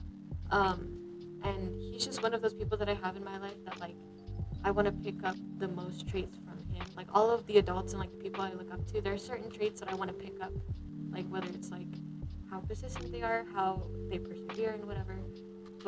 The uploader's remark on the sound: We had some technical issues, but the conversation was to important to rerecord.